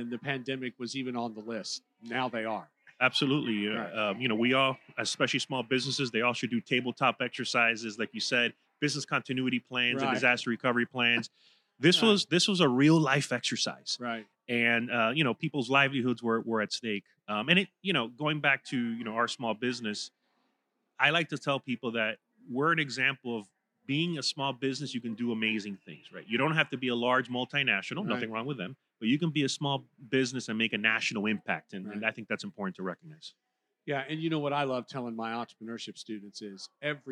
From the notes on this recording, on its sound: Recorded live at the 2023 Future of Florida Forum. Recorded live at the Florida Chamber's "Future of Florida Forum," from Hyatt Regency Grand Cypress Resort in Orlando near Florida’s Disney World.